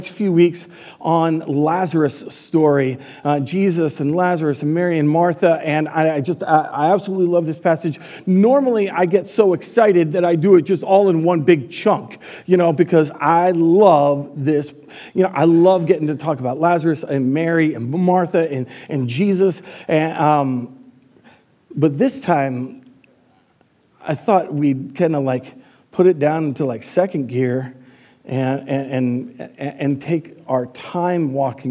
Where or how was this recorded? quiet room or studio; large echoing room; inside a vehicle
large echoing room